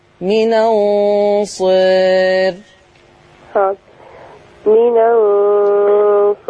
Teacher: تقليل الألف هيؤثر على الراء فتصير الراء مرققة